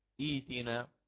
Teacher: يعني مثلا بالمثال يتضح المقال، ائتنا هذه أصلها هكذا، ائتنا ائتنا همزة وصل بعدها همزة قطع بعدها حرف التاء لا يهمنا، ولكن عندي همزة الوصل وبعدها همزة القطع، لو بدأت بها لقلنا كما هو معلوم ائتنا هكذا بالياء، ائتنا. همزة القطع هذه أبدلت بماذا؟ أبدلت بحرف الياء لأن ما قبلها كان على الكسر حال البدء، كان على الكسر حال البدء، فهي ائتنا صارت ائتنا كما قلت الآن.